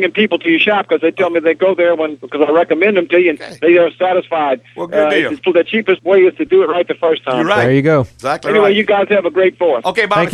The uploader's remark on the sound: An encore presentation of a vintage Automotive Hour. Answer calls from listener in this pre-recorded program.